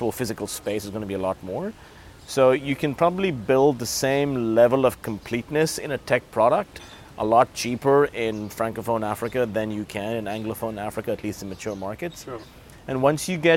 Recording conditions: busy venue